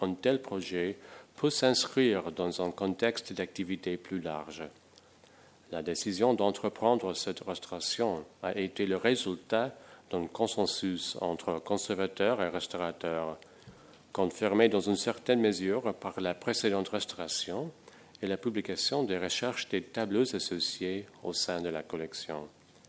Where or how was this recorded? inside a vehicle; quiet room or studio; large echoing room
large echoing room